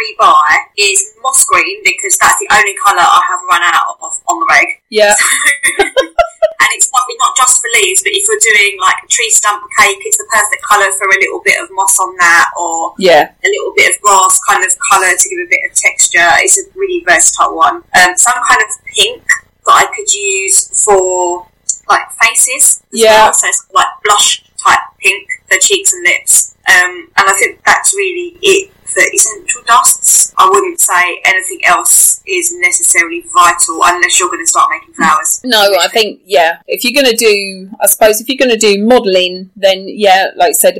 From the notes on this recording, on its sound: Please excuse the sound quality. We are in quarantine to prevent the spread of COVID-19 and had to record over Zoom without our microphones.